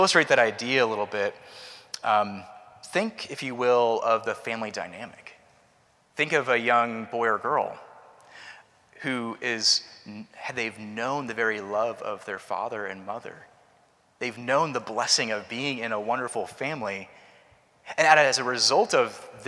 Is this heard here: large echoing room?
yes